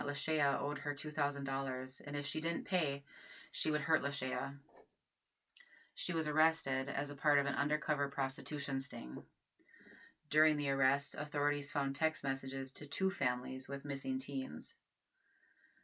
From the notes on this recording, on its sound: Please bear with us as we figure out the logistics of recording while Stay At Home orders are in place due to COVID-19. Sound quality for this recording is not the best.